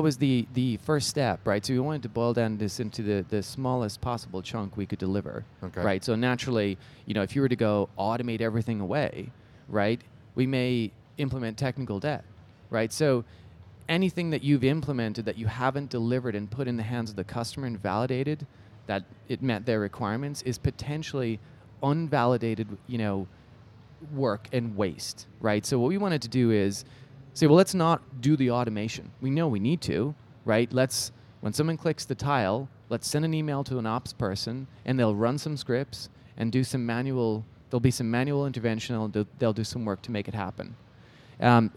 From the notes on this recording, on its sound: Live from EMC World 2016!